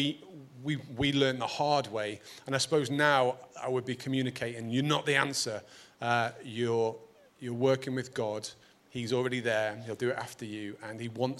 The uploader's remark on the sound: Recorded at Proximity 2019.